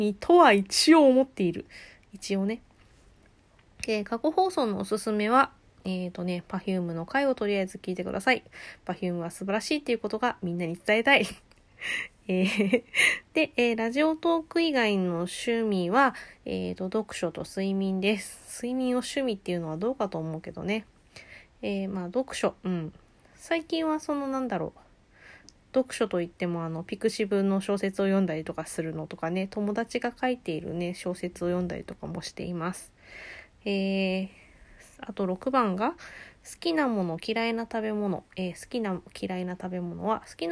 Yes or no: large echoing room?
no